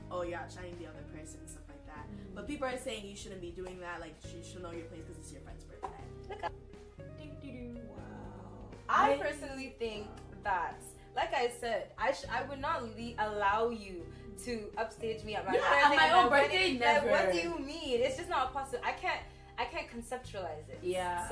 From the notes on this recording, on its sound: Apologies for the mic glitches throughout the episode!